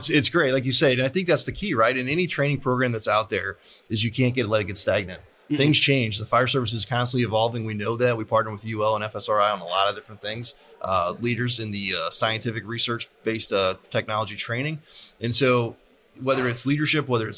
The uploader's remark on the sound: Live at FDIC